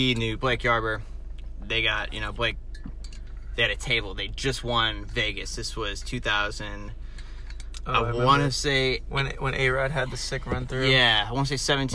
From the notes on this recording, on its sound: Recorded in my car at Boston Paintball.